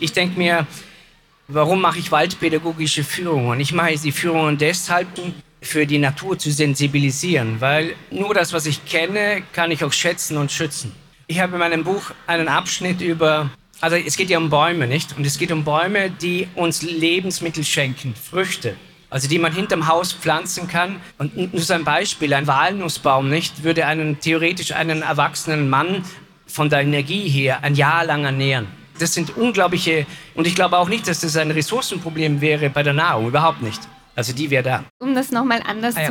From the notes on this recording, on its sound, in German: Über diese Fragen wurde kürzlich auf der Buch Wien diskutiert, die bearbeitete Aufnahme hören Sie in dieser Podcastfolge.